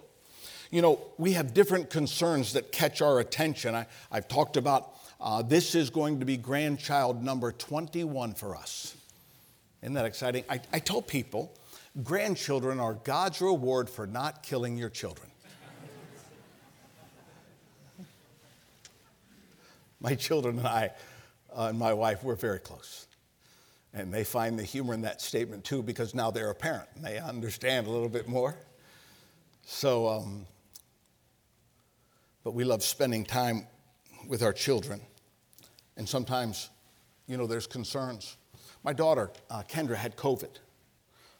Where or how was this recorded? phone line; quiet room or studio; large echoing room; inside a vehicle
large echoing room